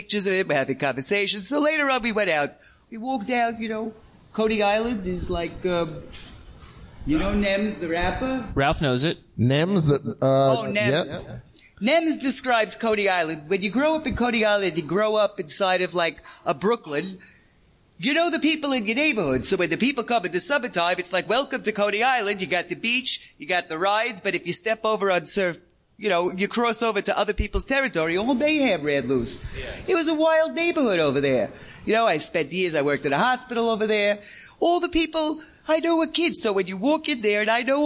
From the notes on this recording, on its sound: Live from The Tiny Cupboard. Stoner Morning Show is live every Monday night at The Tiny Cupboard in Bushwick, Brooklyn NYC.